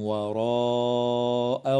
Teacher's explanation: وتمد الألف من كلمة وراء من قبيل المد المتصل